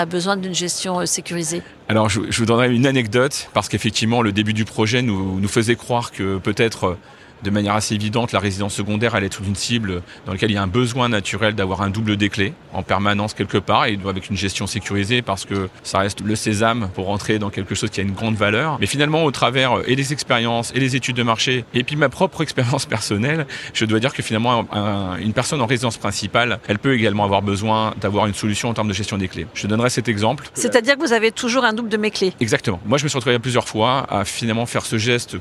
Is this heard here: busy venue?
yes